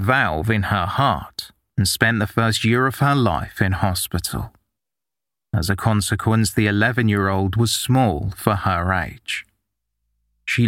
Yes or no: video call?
no